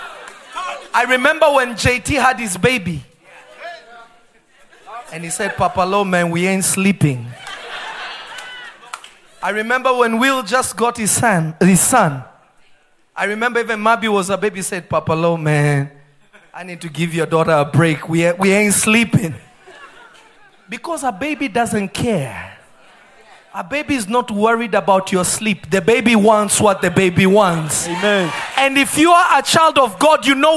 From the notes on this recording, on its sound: This episode was recorded live at Revelation Church. In Simi Valley.